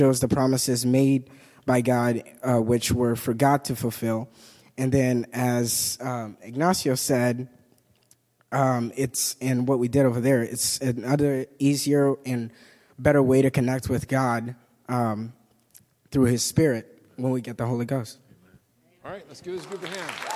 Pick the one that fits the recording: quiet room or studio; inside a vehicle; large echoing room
large echoing room